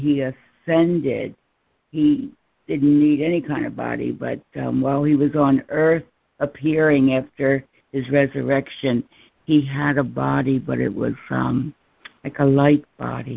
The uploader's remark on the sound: are joining together on a Free Conference Call